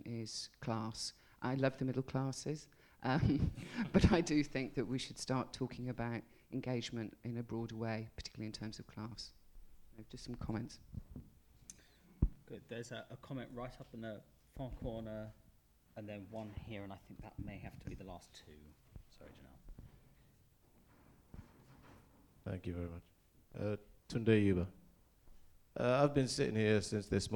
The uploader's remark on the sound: The question and answer session from the panel discussion.